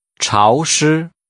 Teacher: Using rising and high level tones, say humid.